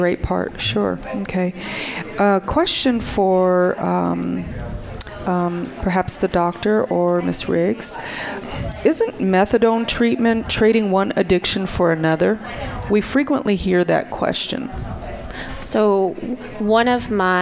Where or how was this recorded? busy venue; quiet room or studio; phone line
busy venue